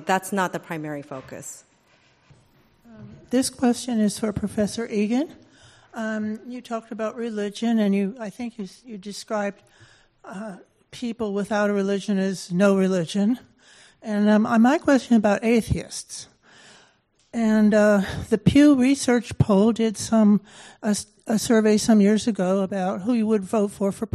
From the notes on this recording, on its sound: This program was recorded in front of a live audience on April 12th, 2019. Was hosted by the Charles and Louise Travers Department of Political Science at UC Berkeley in cooperation with The Commonwealth Club of California.